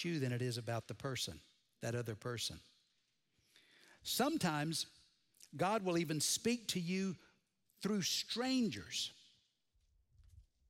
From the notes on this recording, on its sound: Recorded Live at Brookwood Church